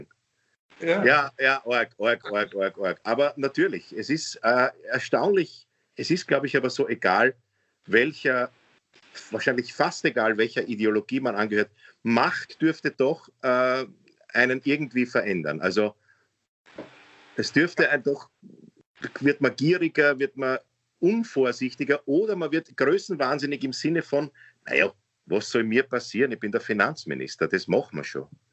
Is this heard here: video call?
yes